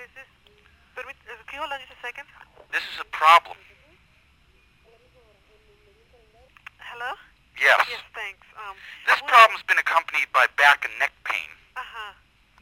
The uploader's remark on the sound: …'s Personal Prank Phone Calls Collection.